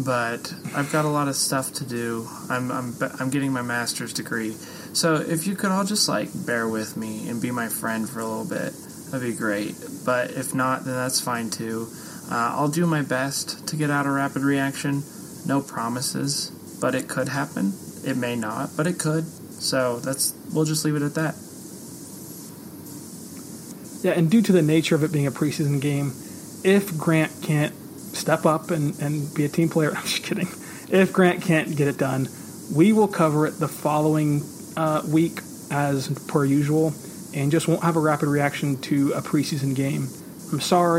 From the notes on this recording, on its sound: We apologize for the audio quality in terms of background noise on this episode.